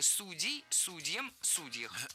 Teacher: Несколько раз прозвучало слово «судья» в родительном падеже множественного числа, и мы услышали разные варианты – судей и судей. Раньше оба ударения были допустимы, но сейчас выбор сделан, и актуален только вариант «судей» с ударением на корне. Так что никаких поблажек, только судей, судьям, судьях.